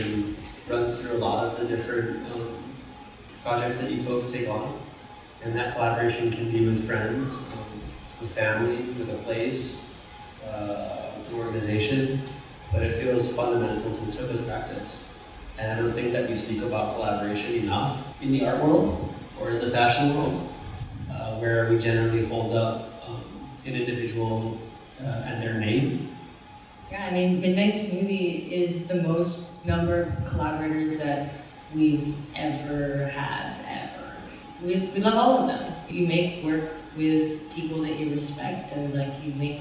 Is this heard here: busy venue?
yes